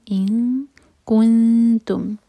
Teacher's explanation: کیف دومہ کے لیے ہوٹ گول ہوں گے لیکن نون پر جب آئیں تو ہوٹ گول نہ رہیں، فلیٹ ہو جائیں. کن، اور اخفا ایسے کہ تا کے لیے زبان تیار ہو.